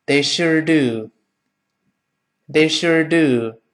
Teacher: 这个 do 得重读了